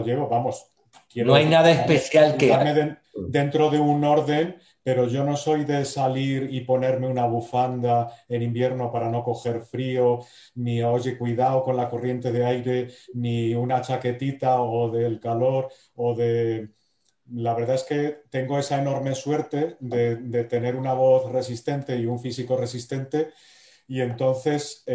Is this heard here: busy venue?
no